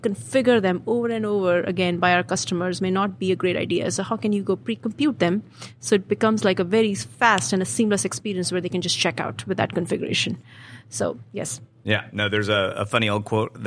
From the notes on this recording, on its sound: recorded on Tuesday, August 7th from the eTail East tradeshow in Boston